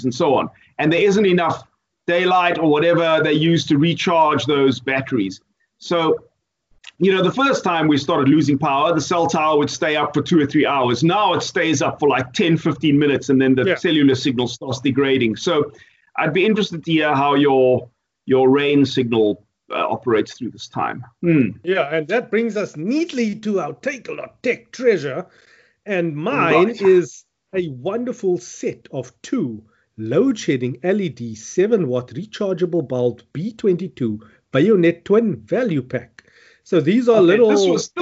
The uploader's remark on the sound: Recorded via Skype